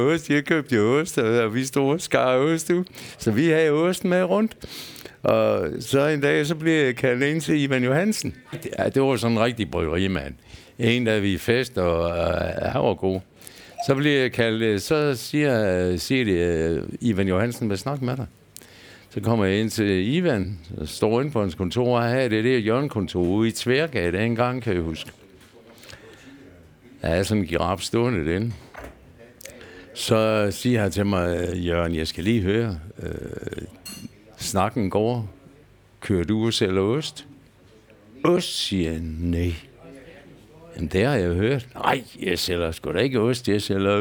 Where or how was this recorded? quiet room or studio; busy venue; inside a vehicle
busy venue